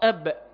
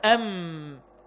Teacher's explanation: المخرج الثاني بقى الشفتين مع بعض، ما بين الشفتين هو مخرج ثلاثة حروف، الميم والباء ما بين الشفتين بانطباقهما، وانطباقة الباء أقوى من الميم